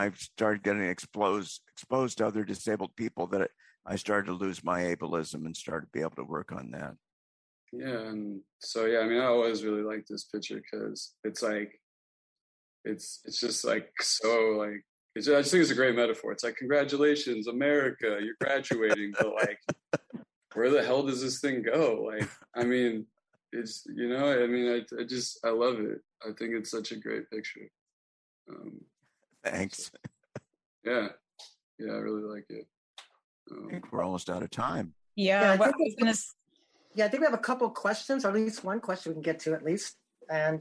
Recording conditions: video call